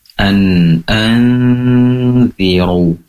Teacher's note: Berikutnya nun sukun bertemu dengan dzal ikhfa hakiki. An anziru, pastikan ru di sini tebal karena berharokat dhammah